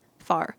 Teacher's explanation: the words far and fire both sound the same, far. · Term: vowel merging